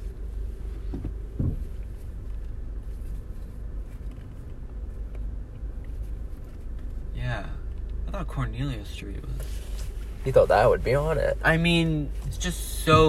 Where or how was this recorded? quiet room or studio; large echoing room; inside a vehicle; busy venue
inside a vehicle